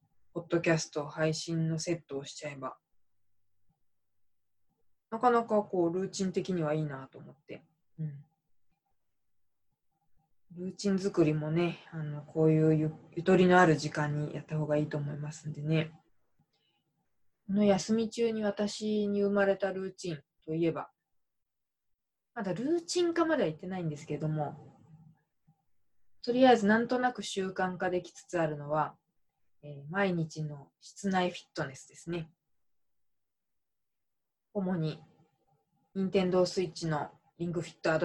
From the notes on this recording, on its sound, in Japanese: 愛用マイク「iRig Mic Cast HD」をPCにつなげると声が低くなってしまう問題が発生していたのですが。PCにつなげるようになったので、YouTubeライブにチャレンジしました。今回は会議サービス「ZOOM」と連携する実験です。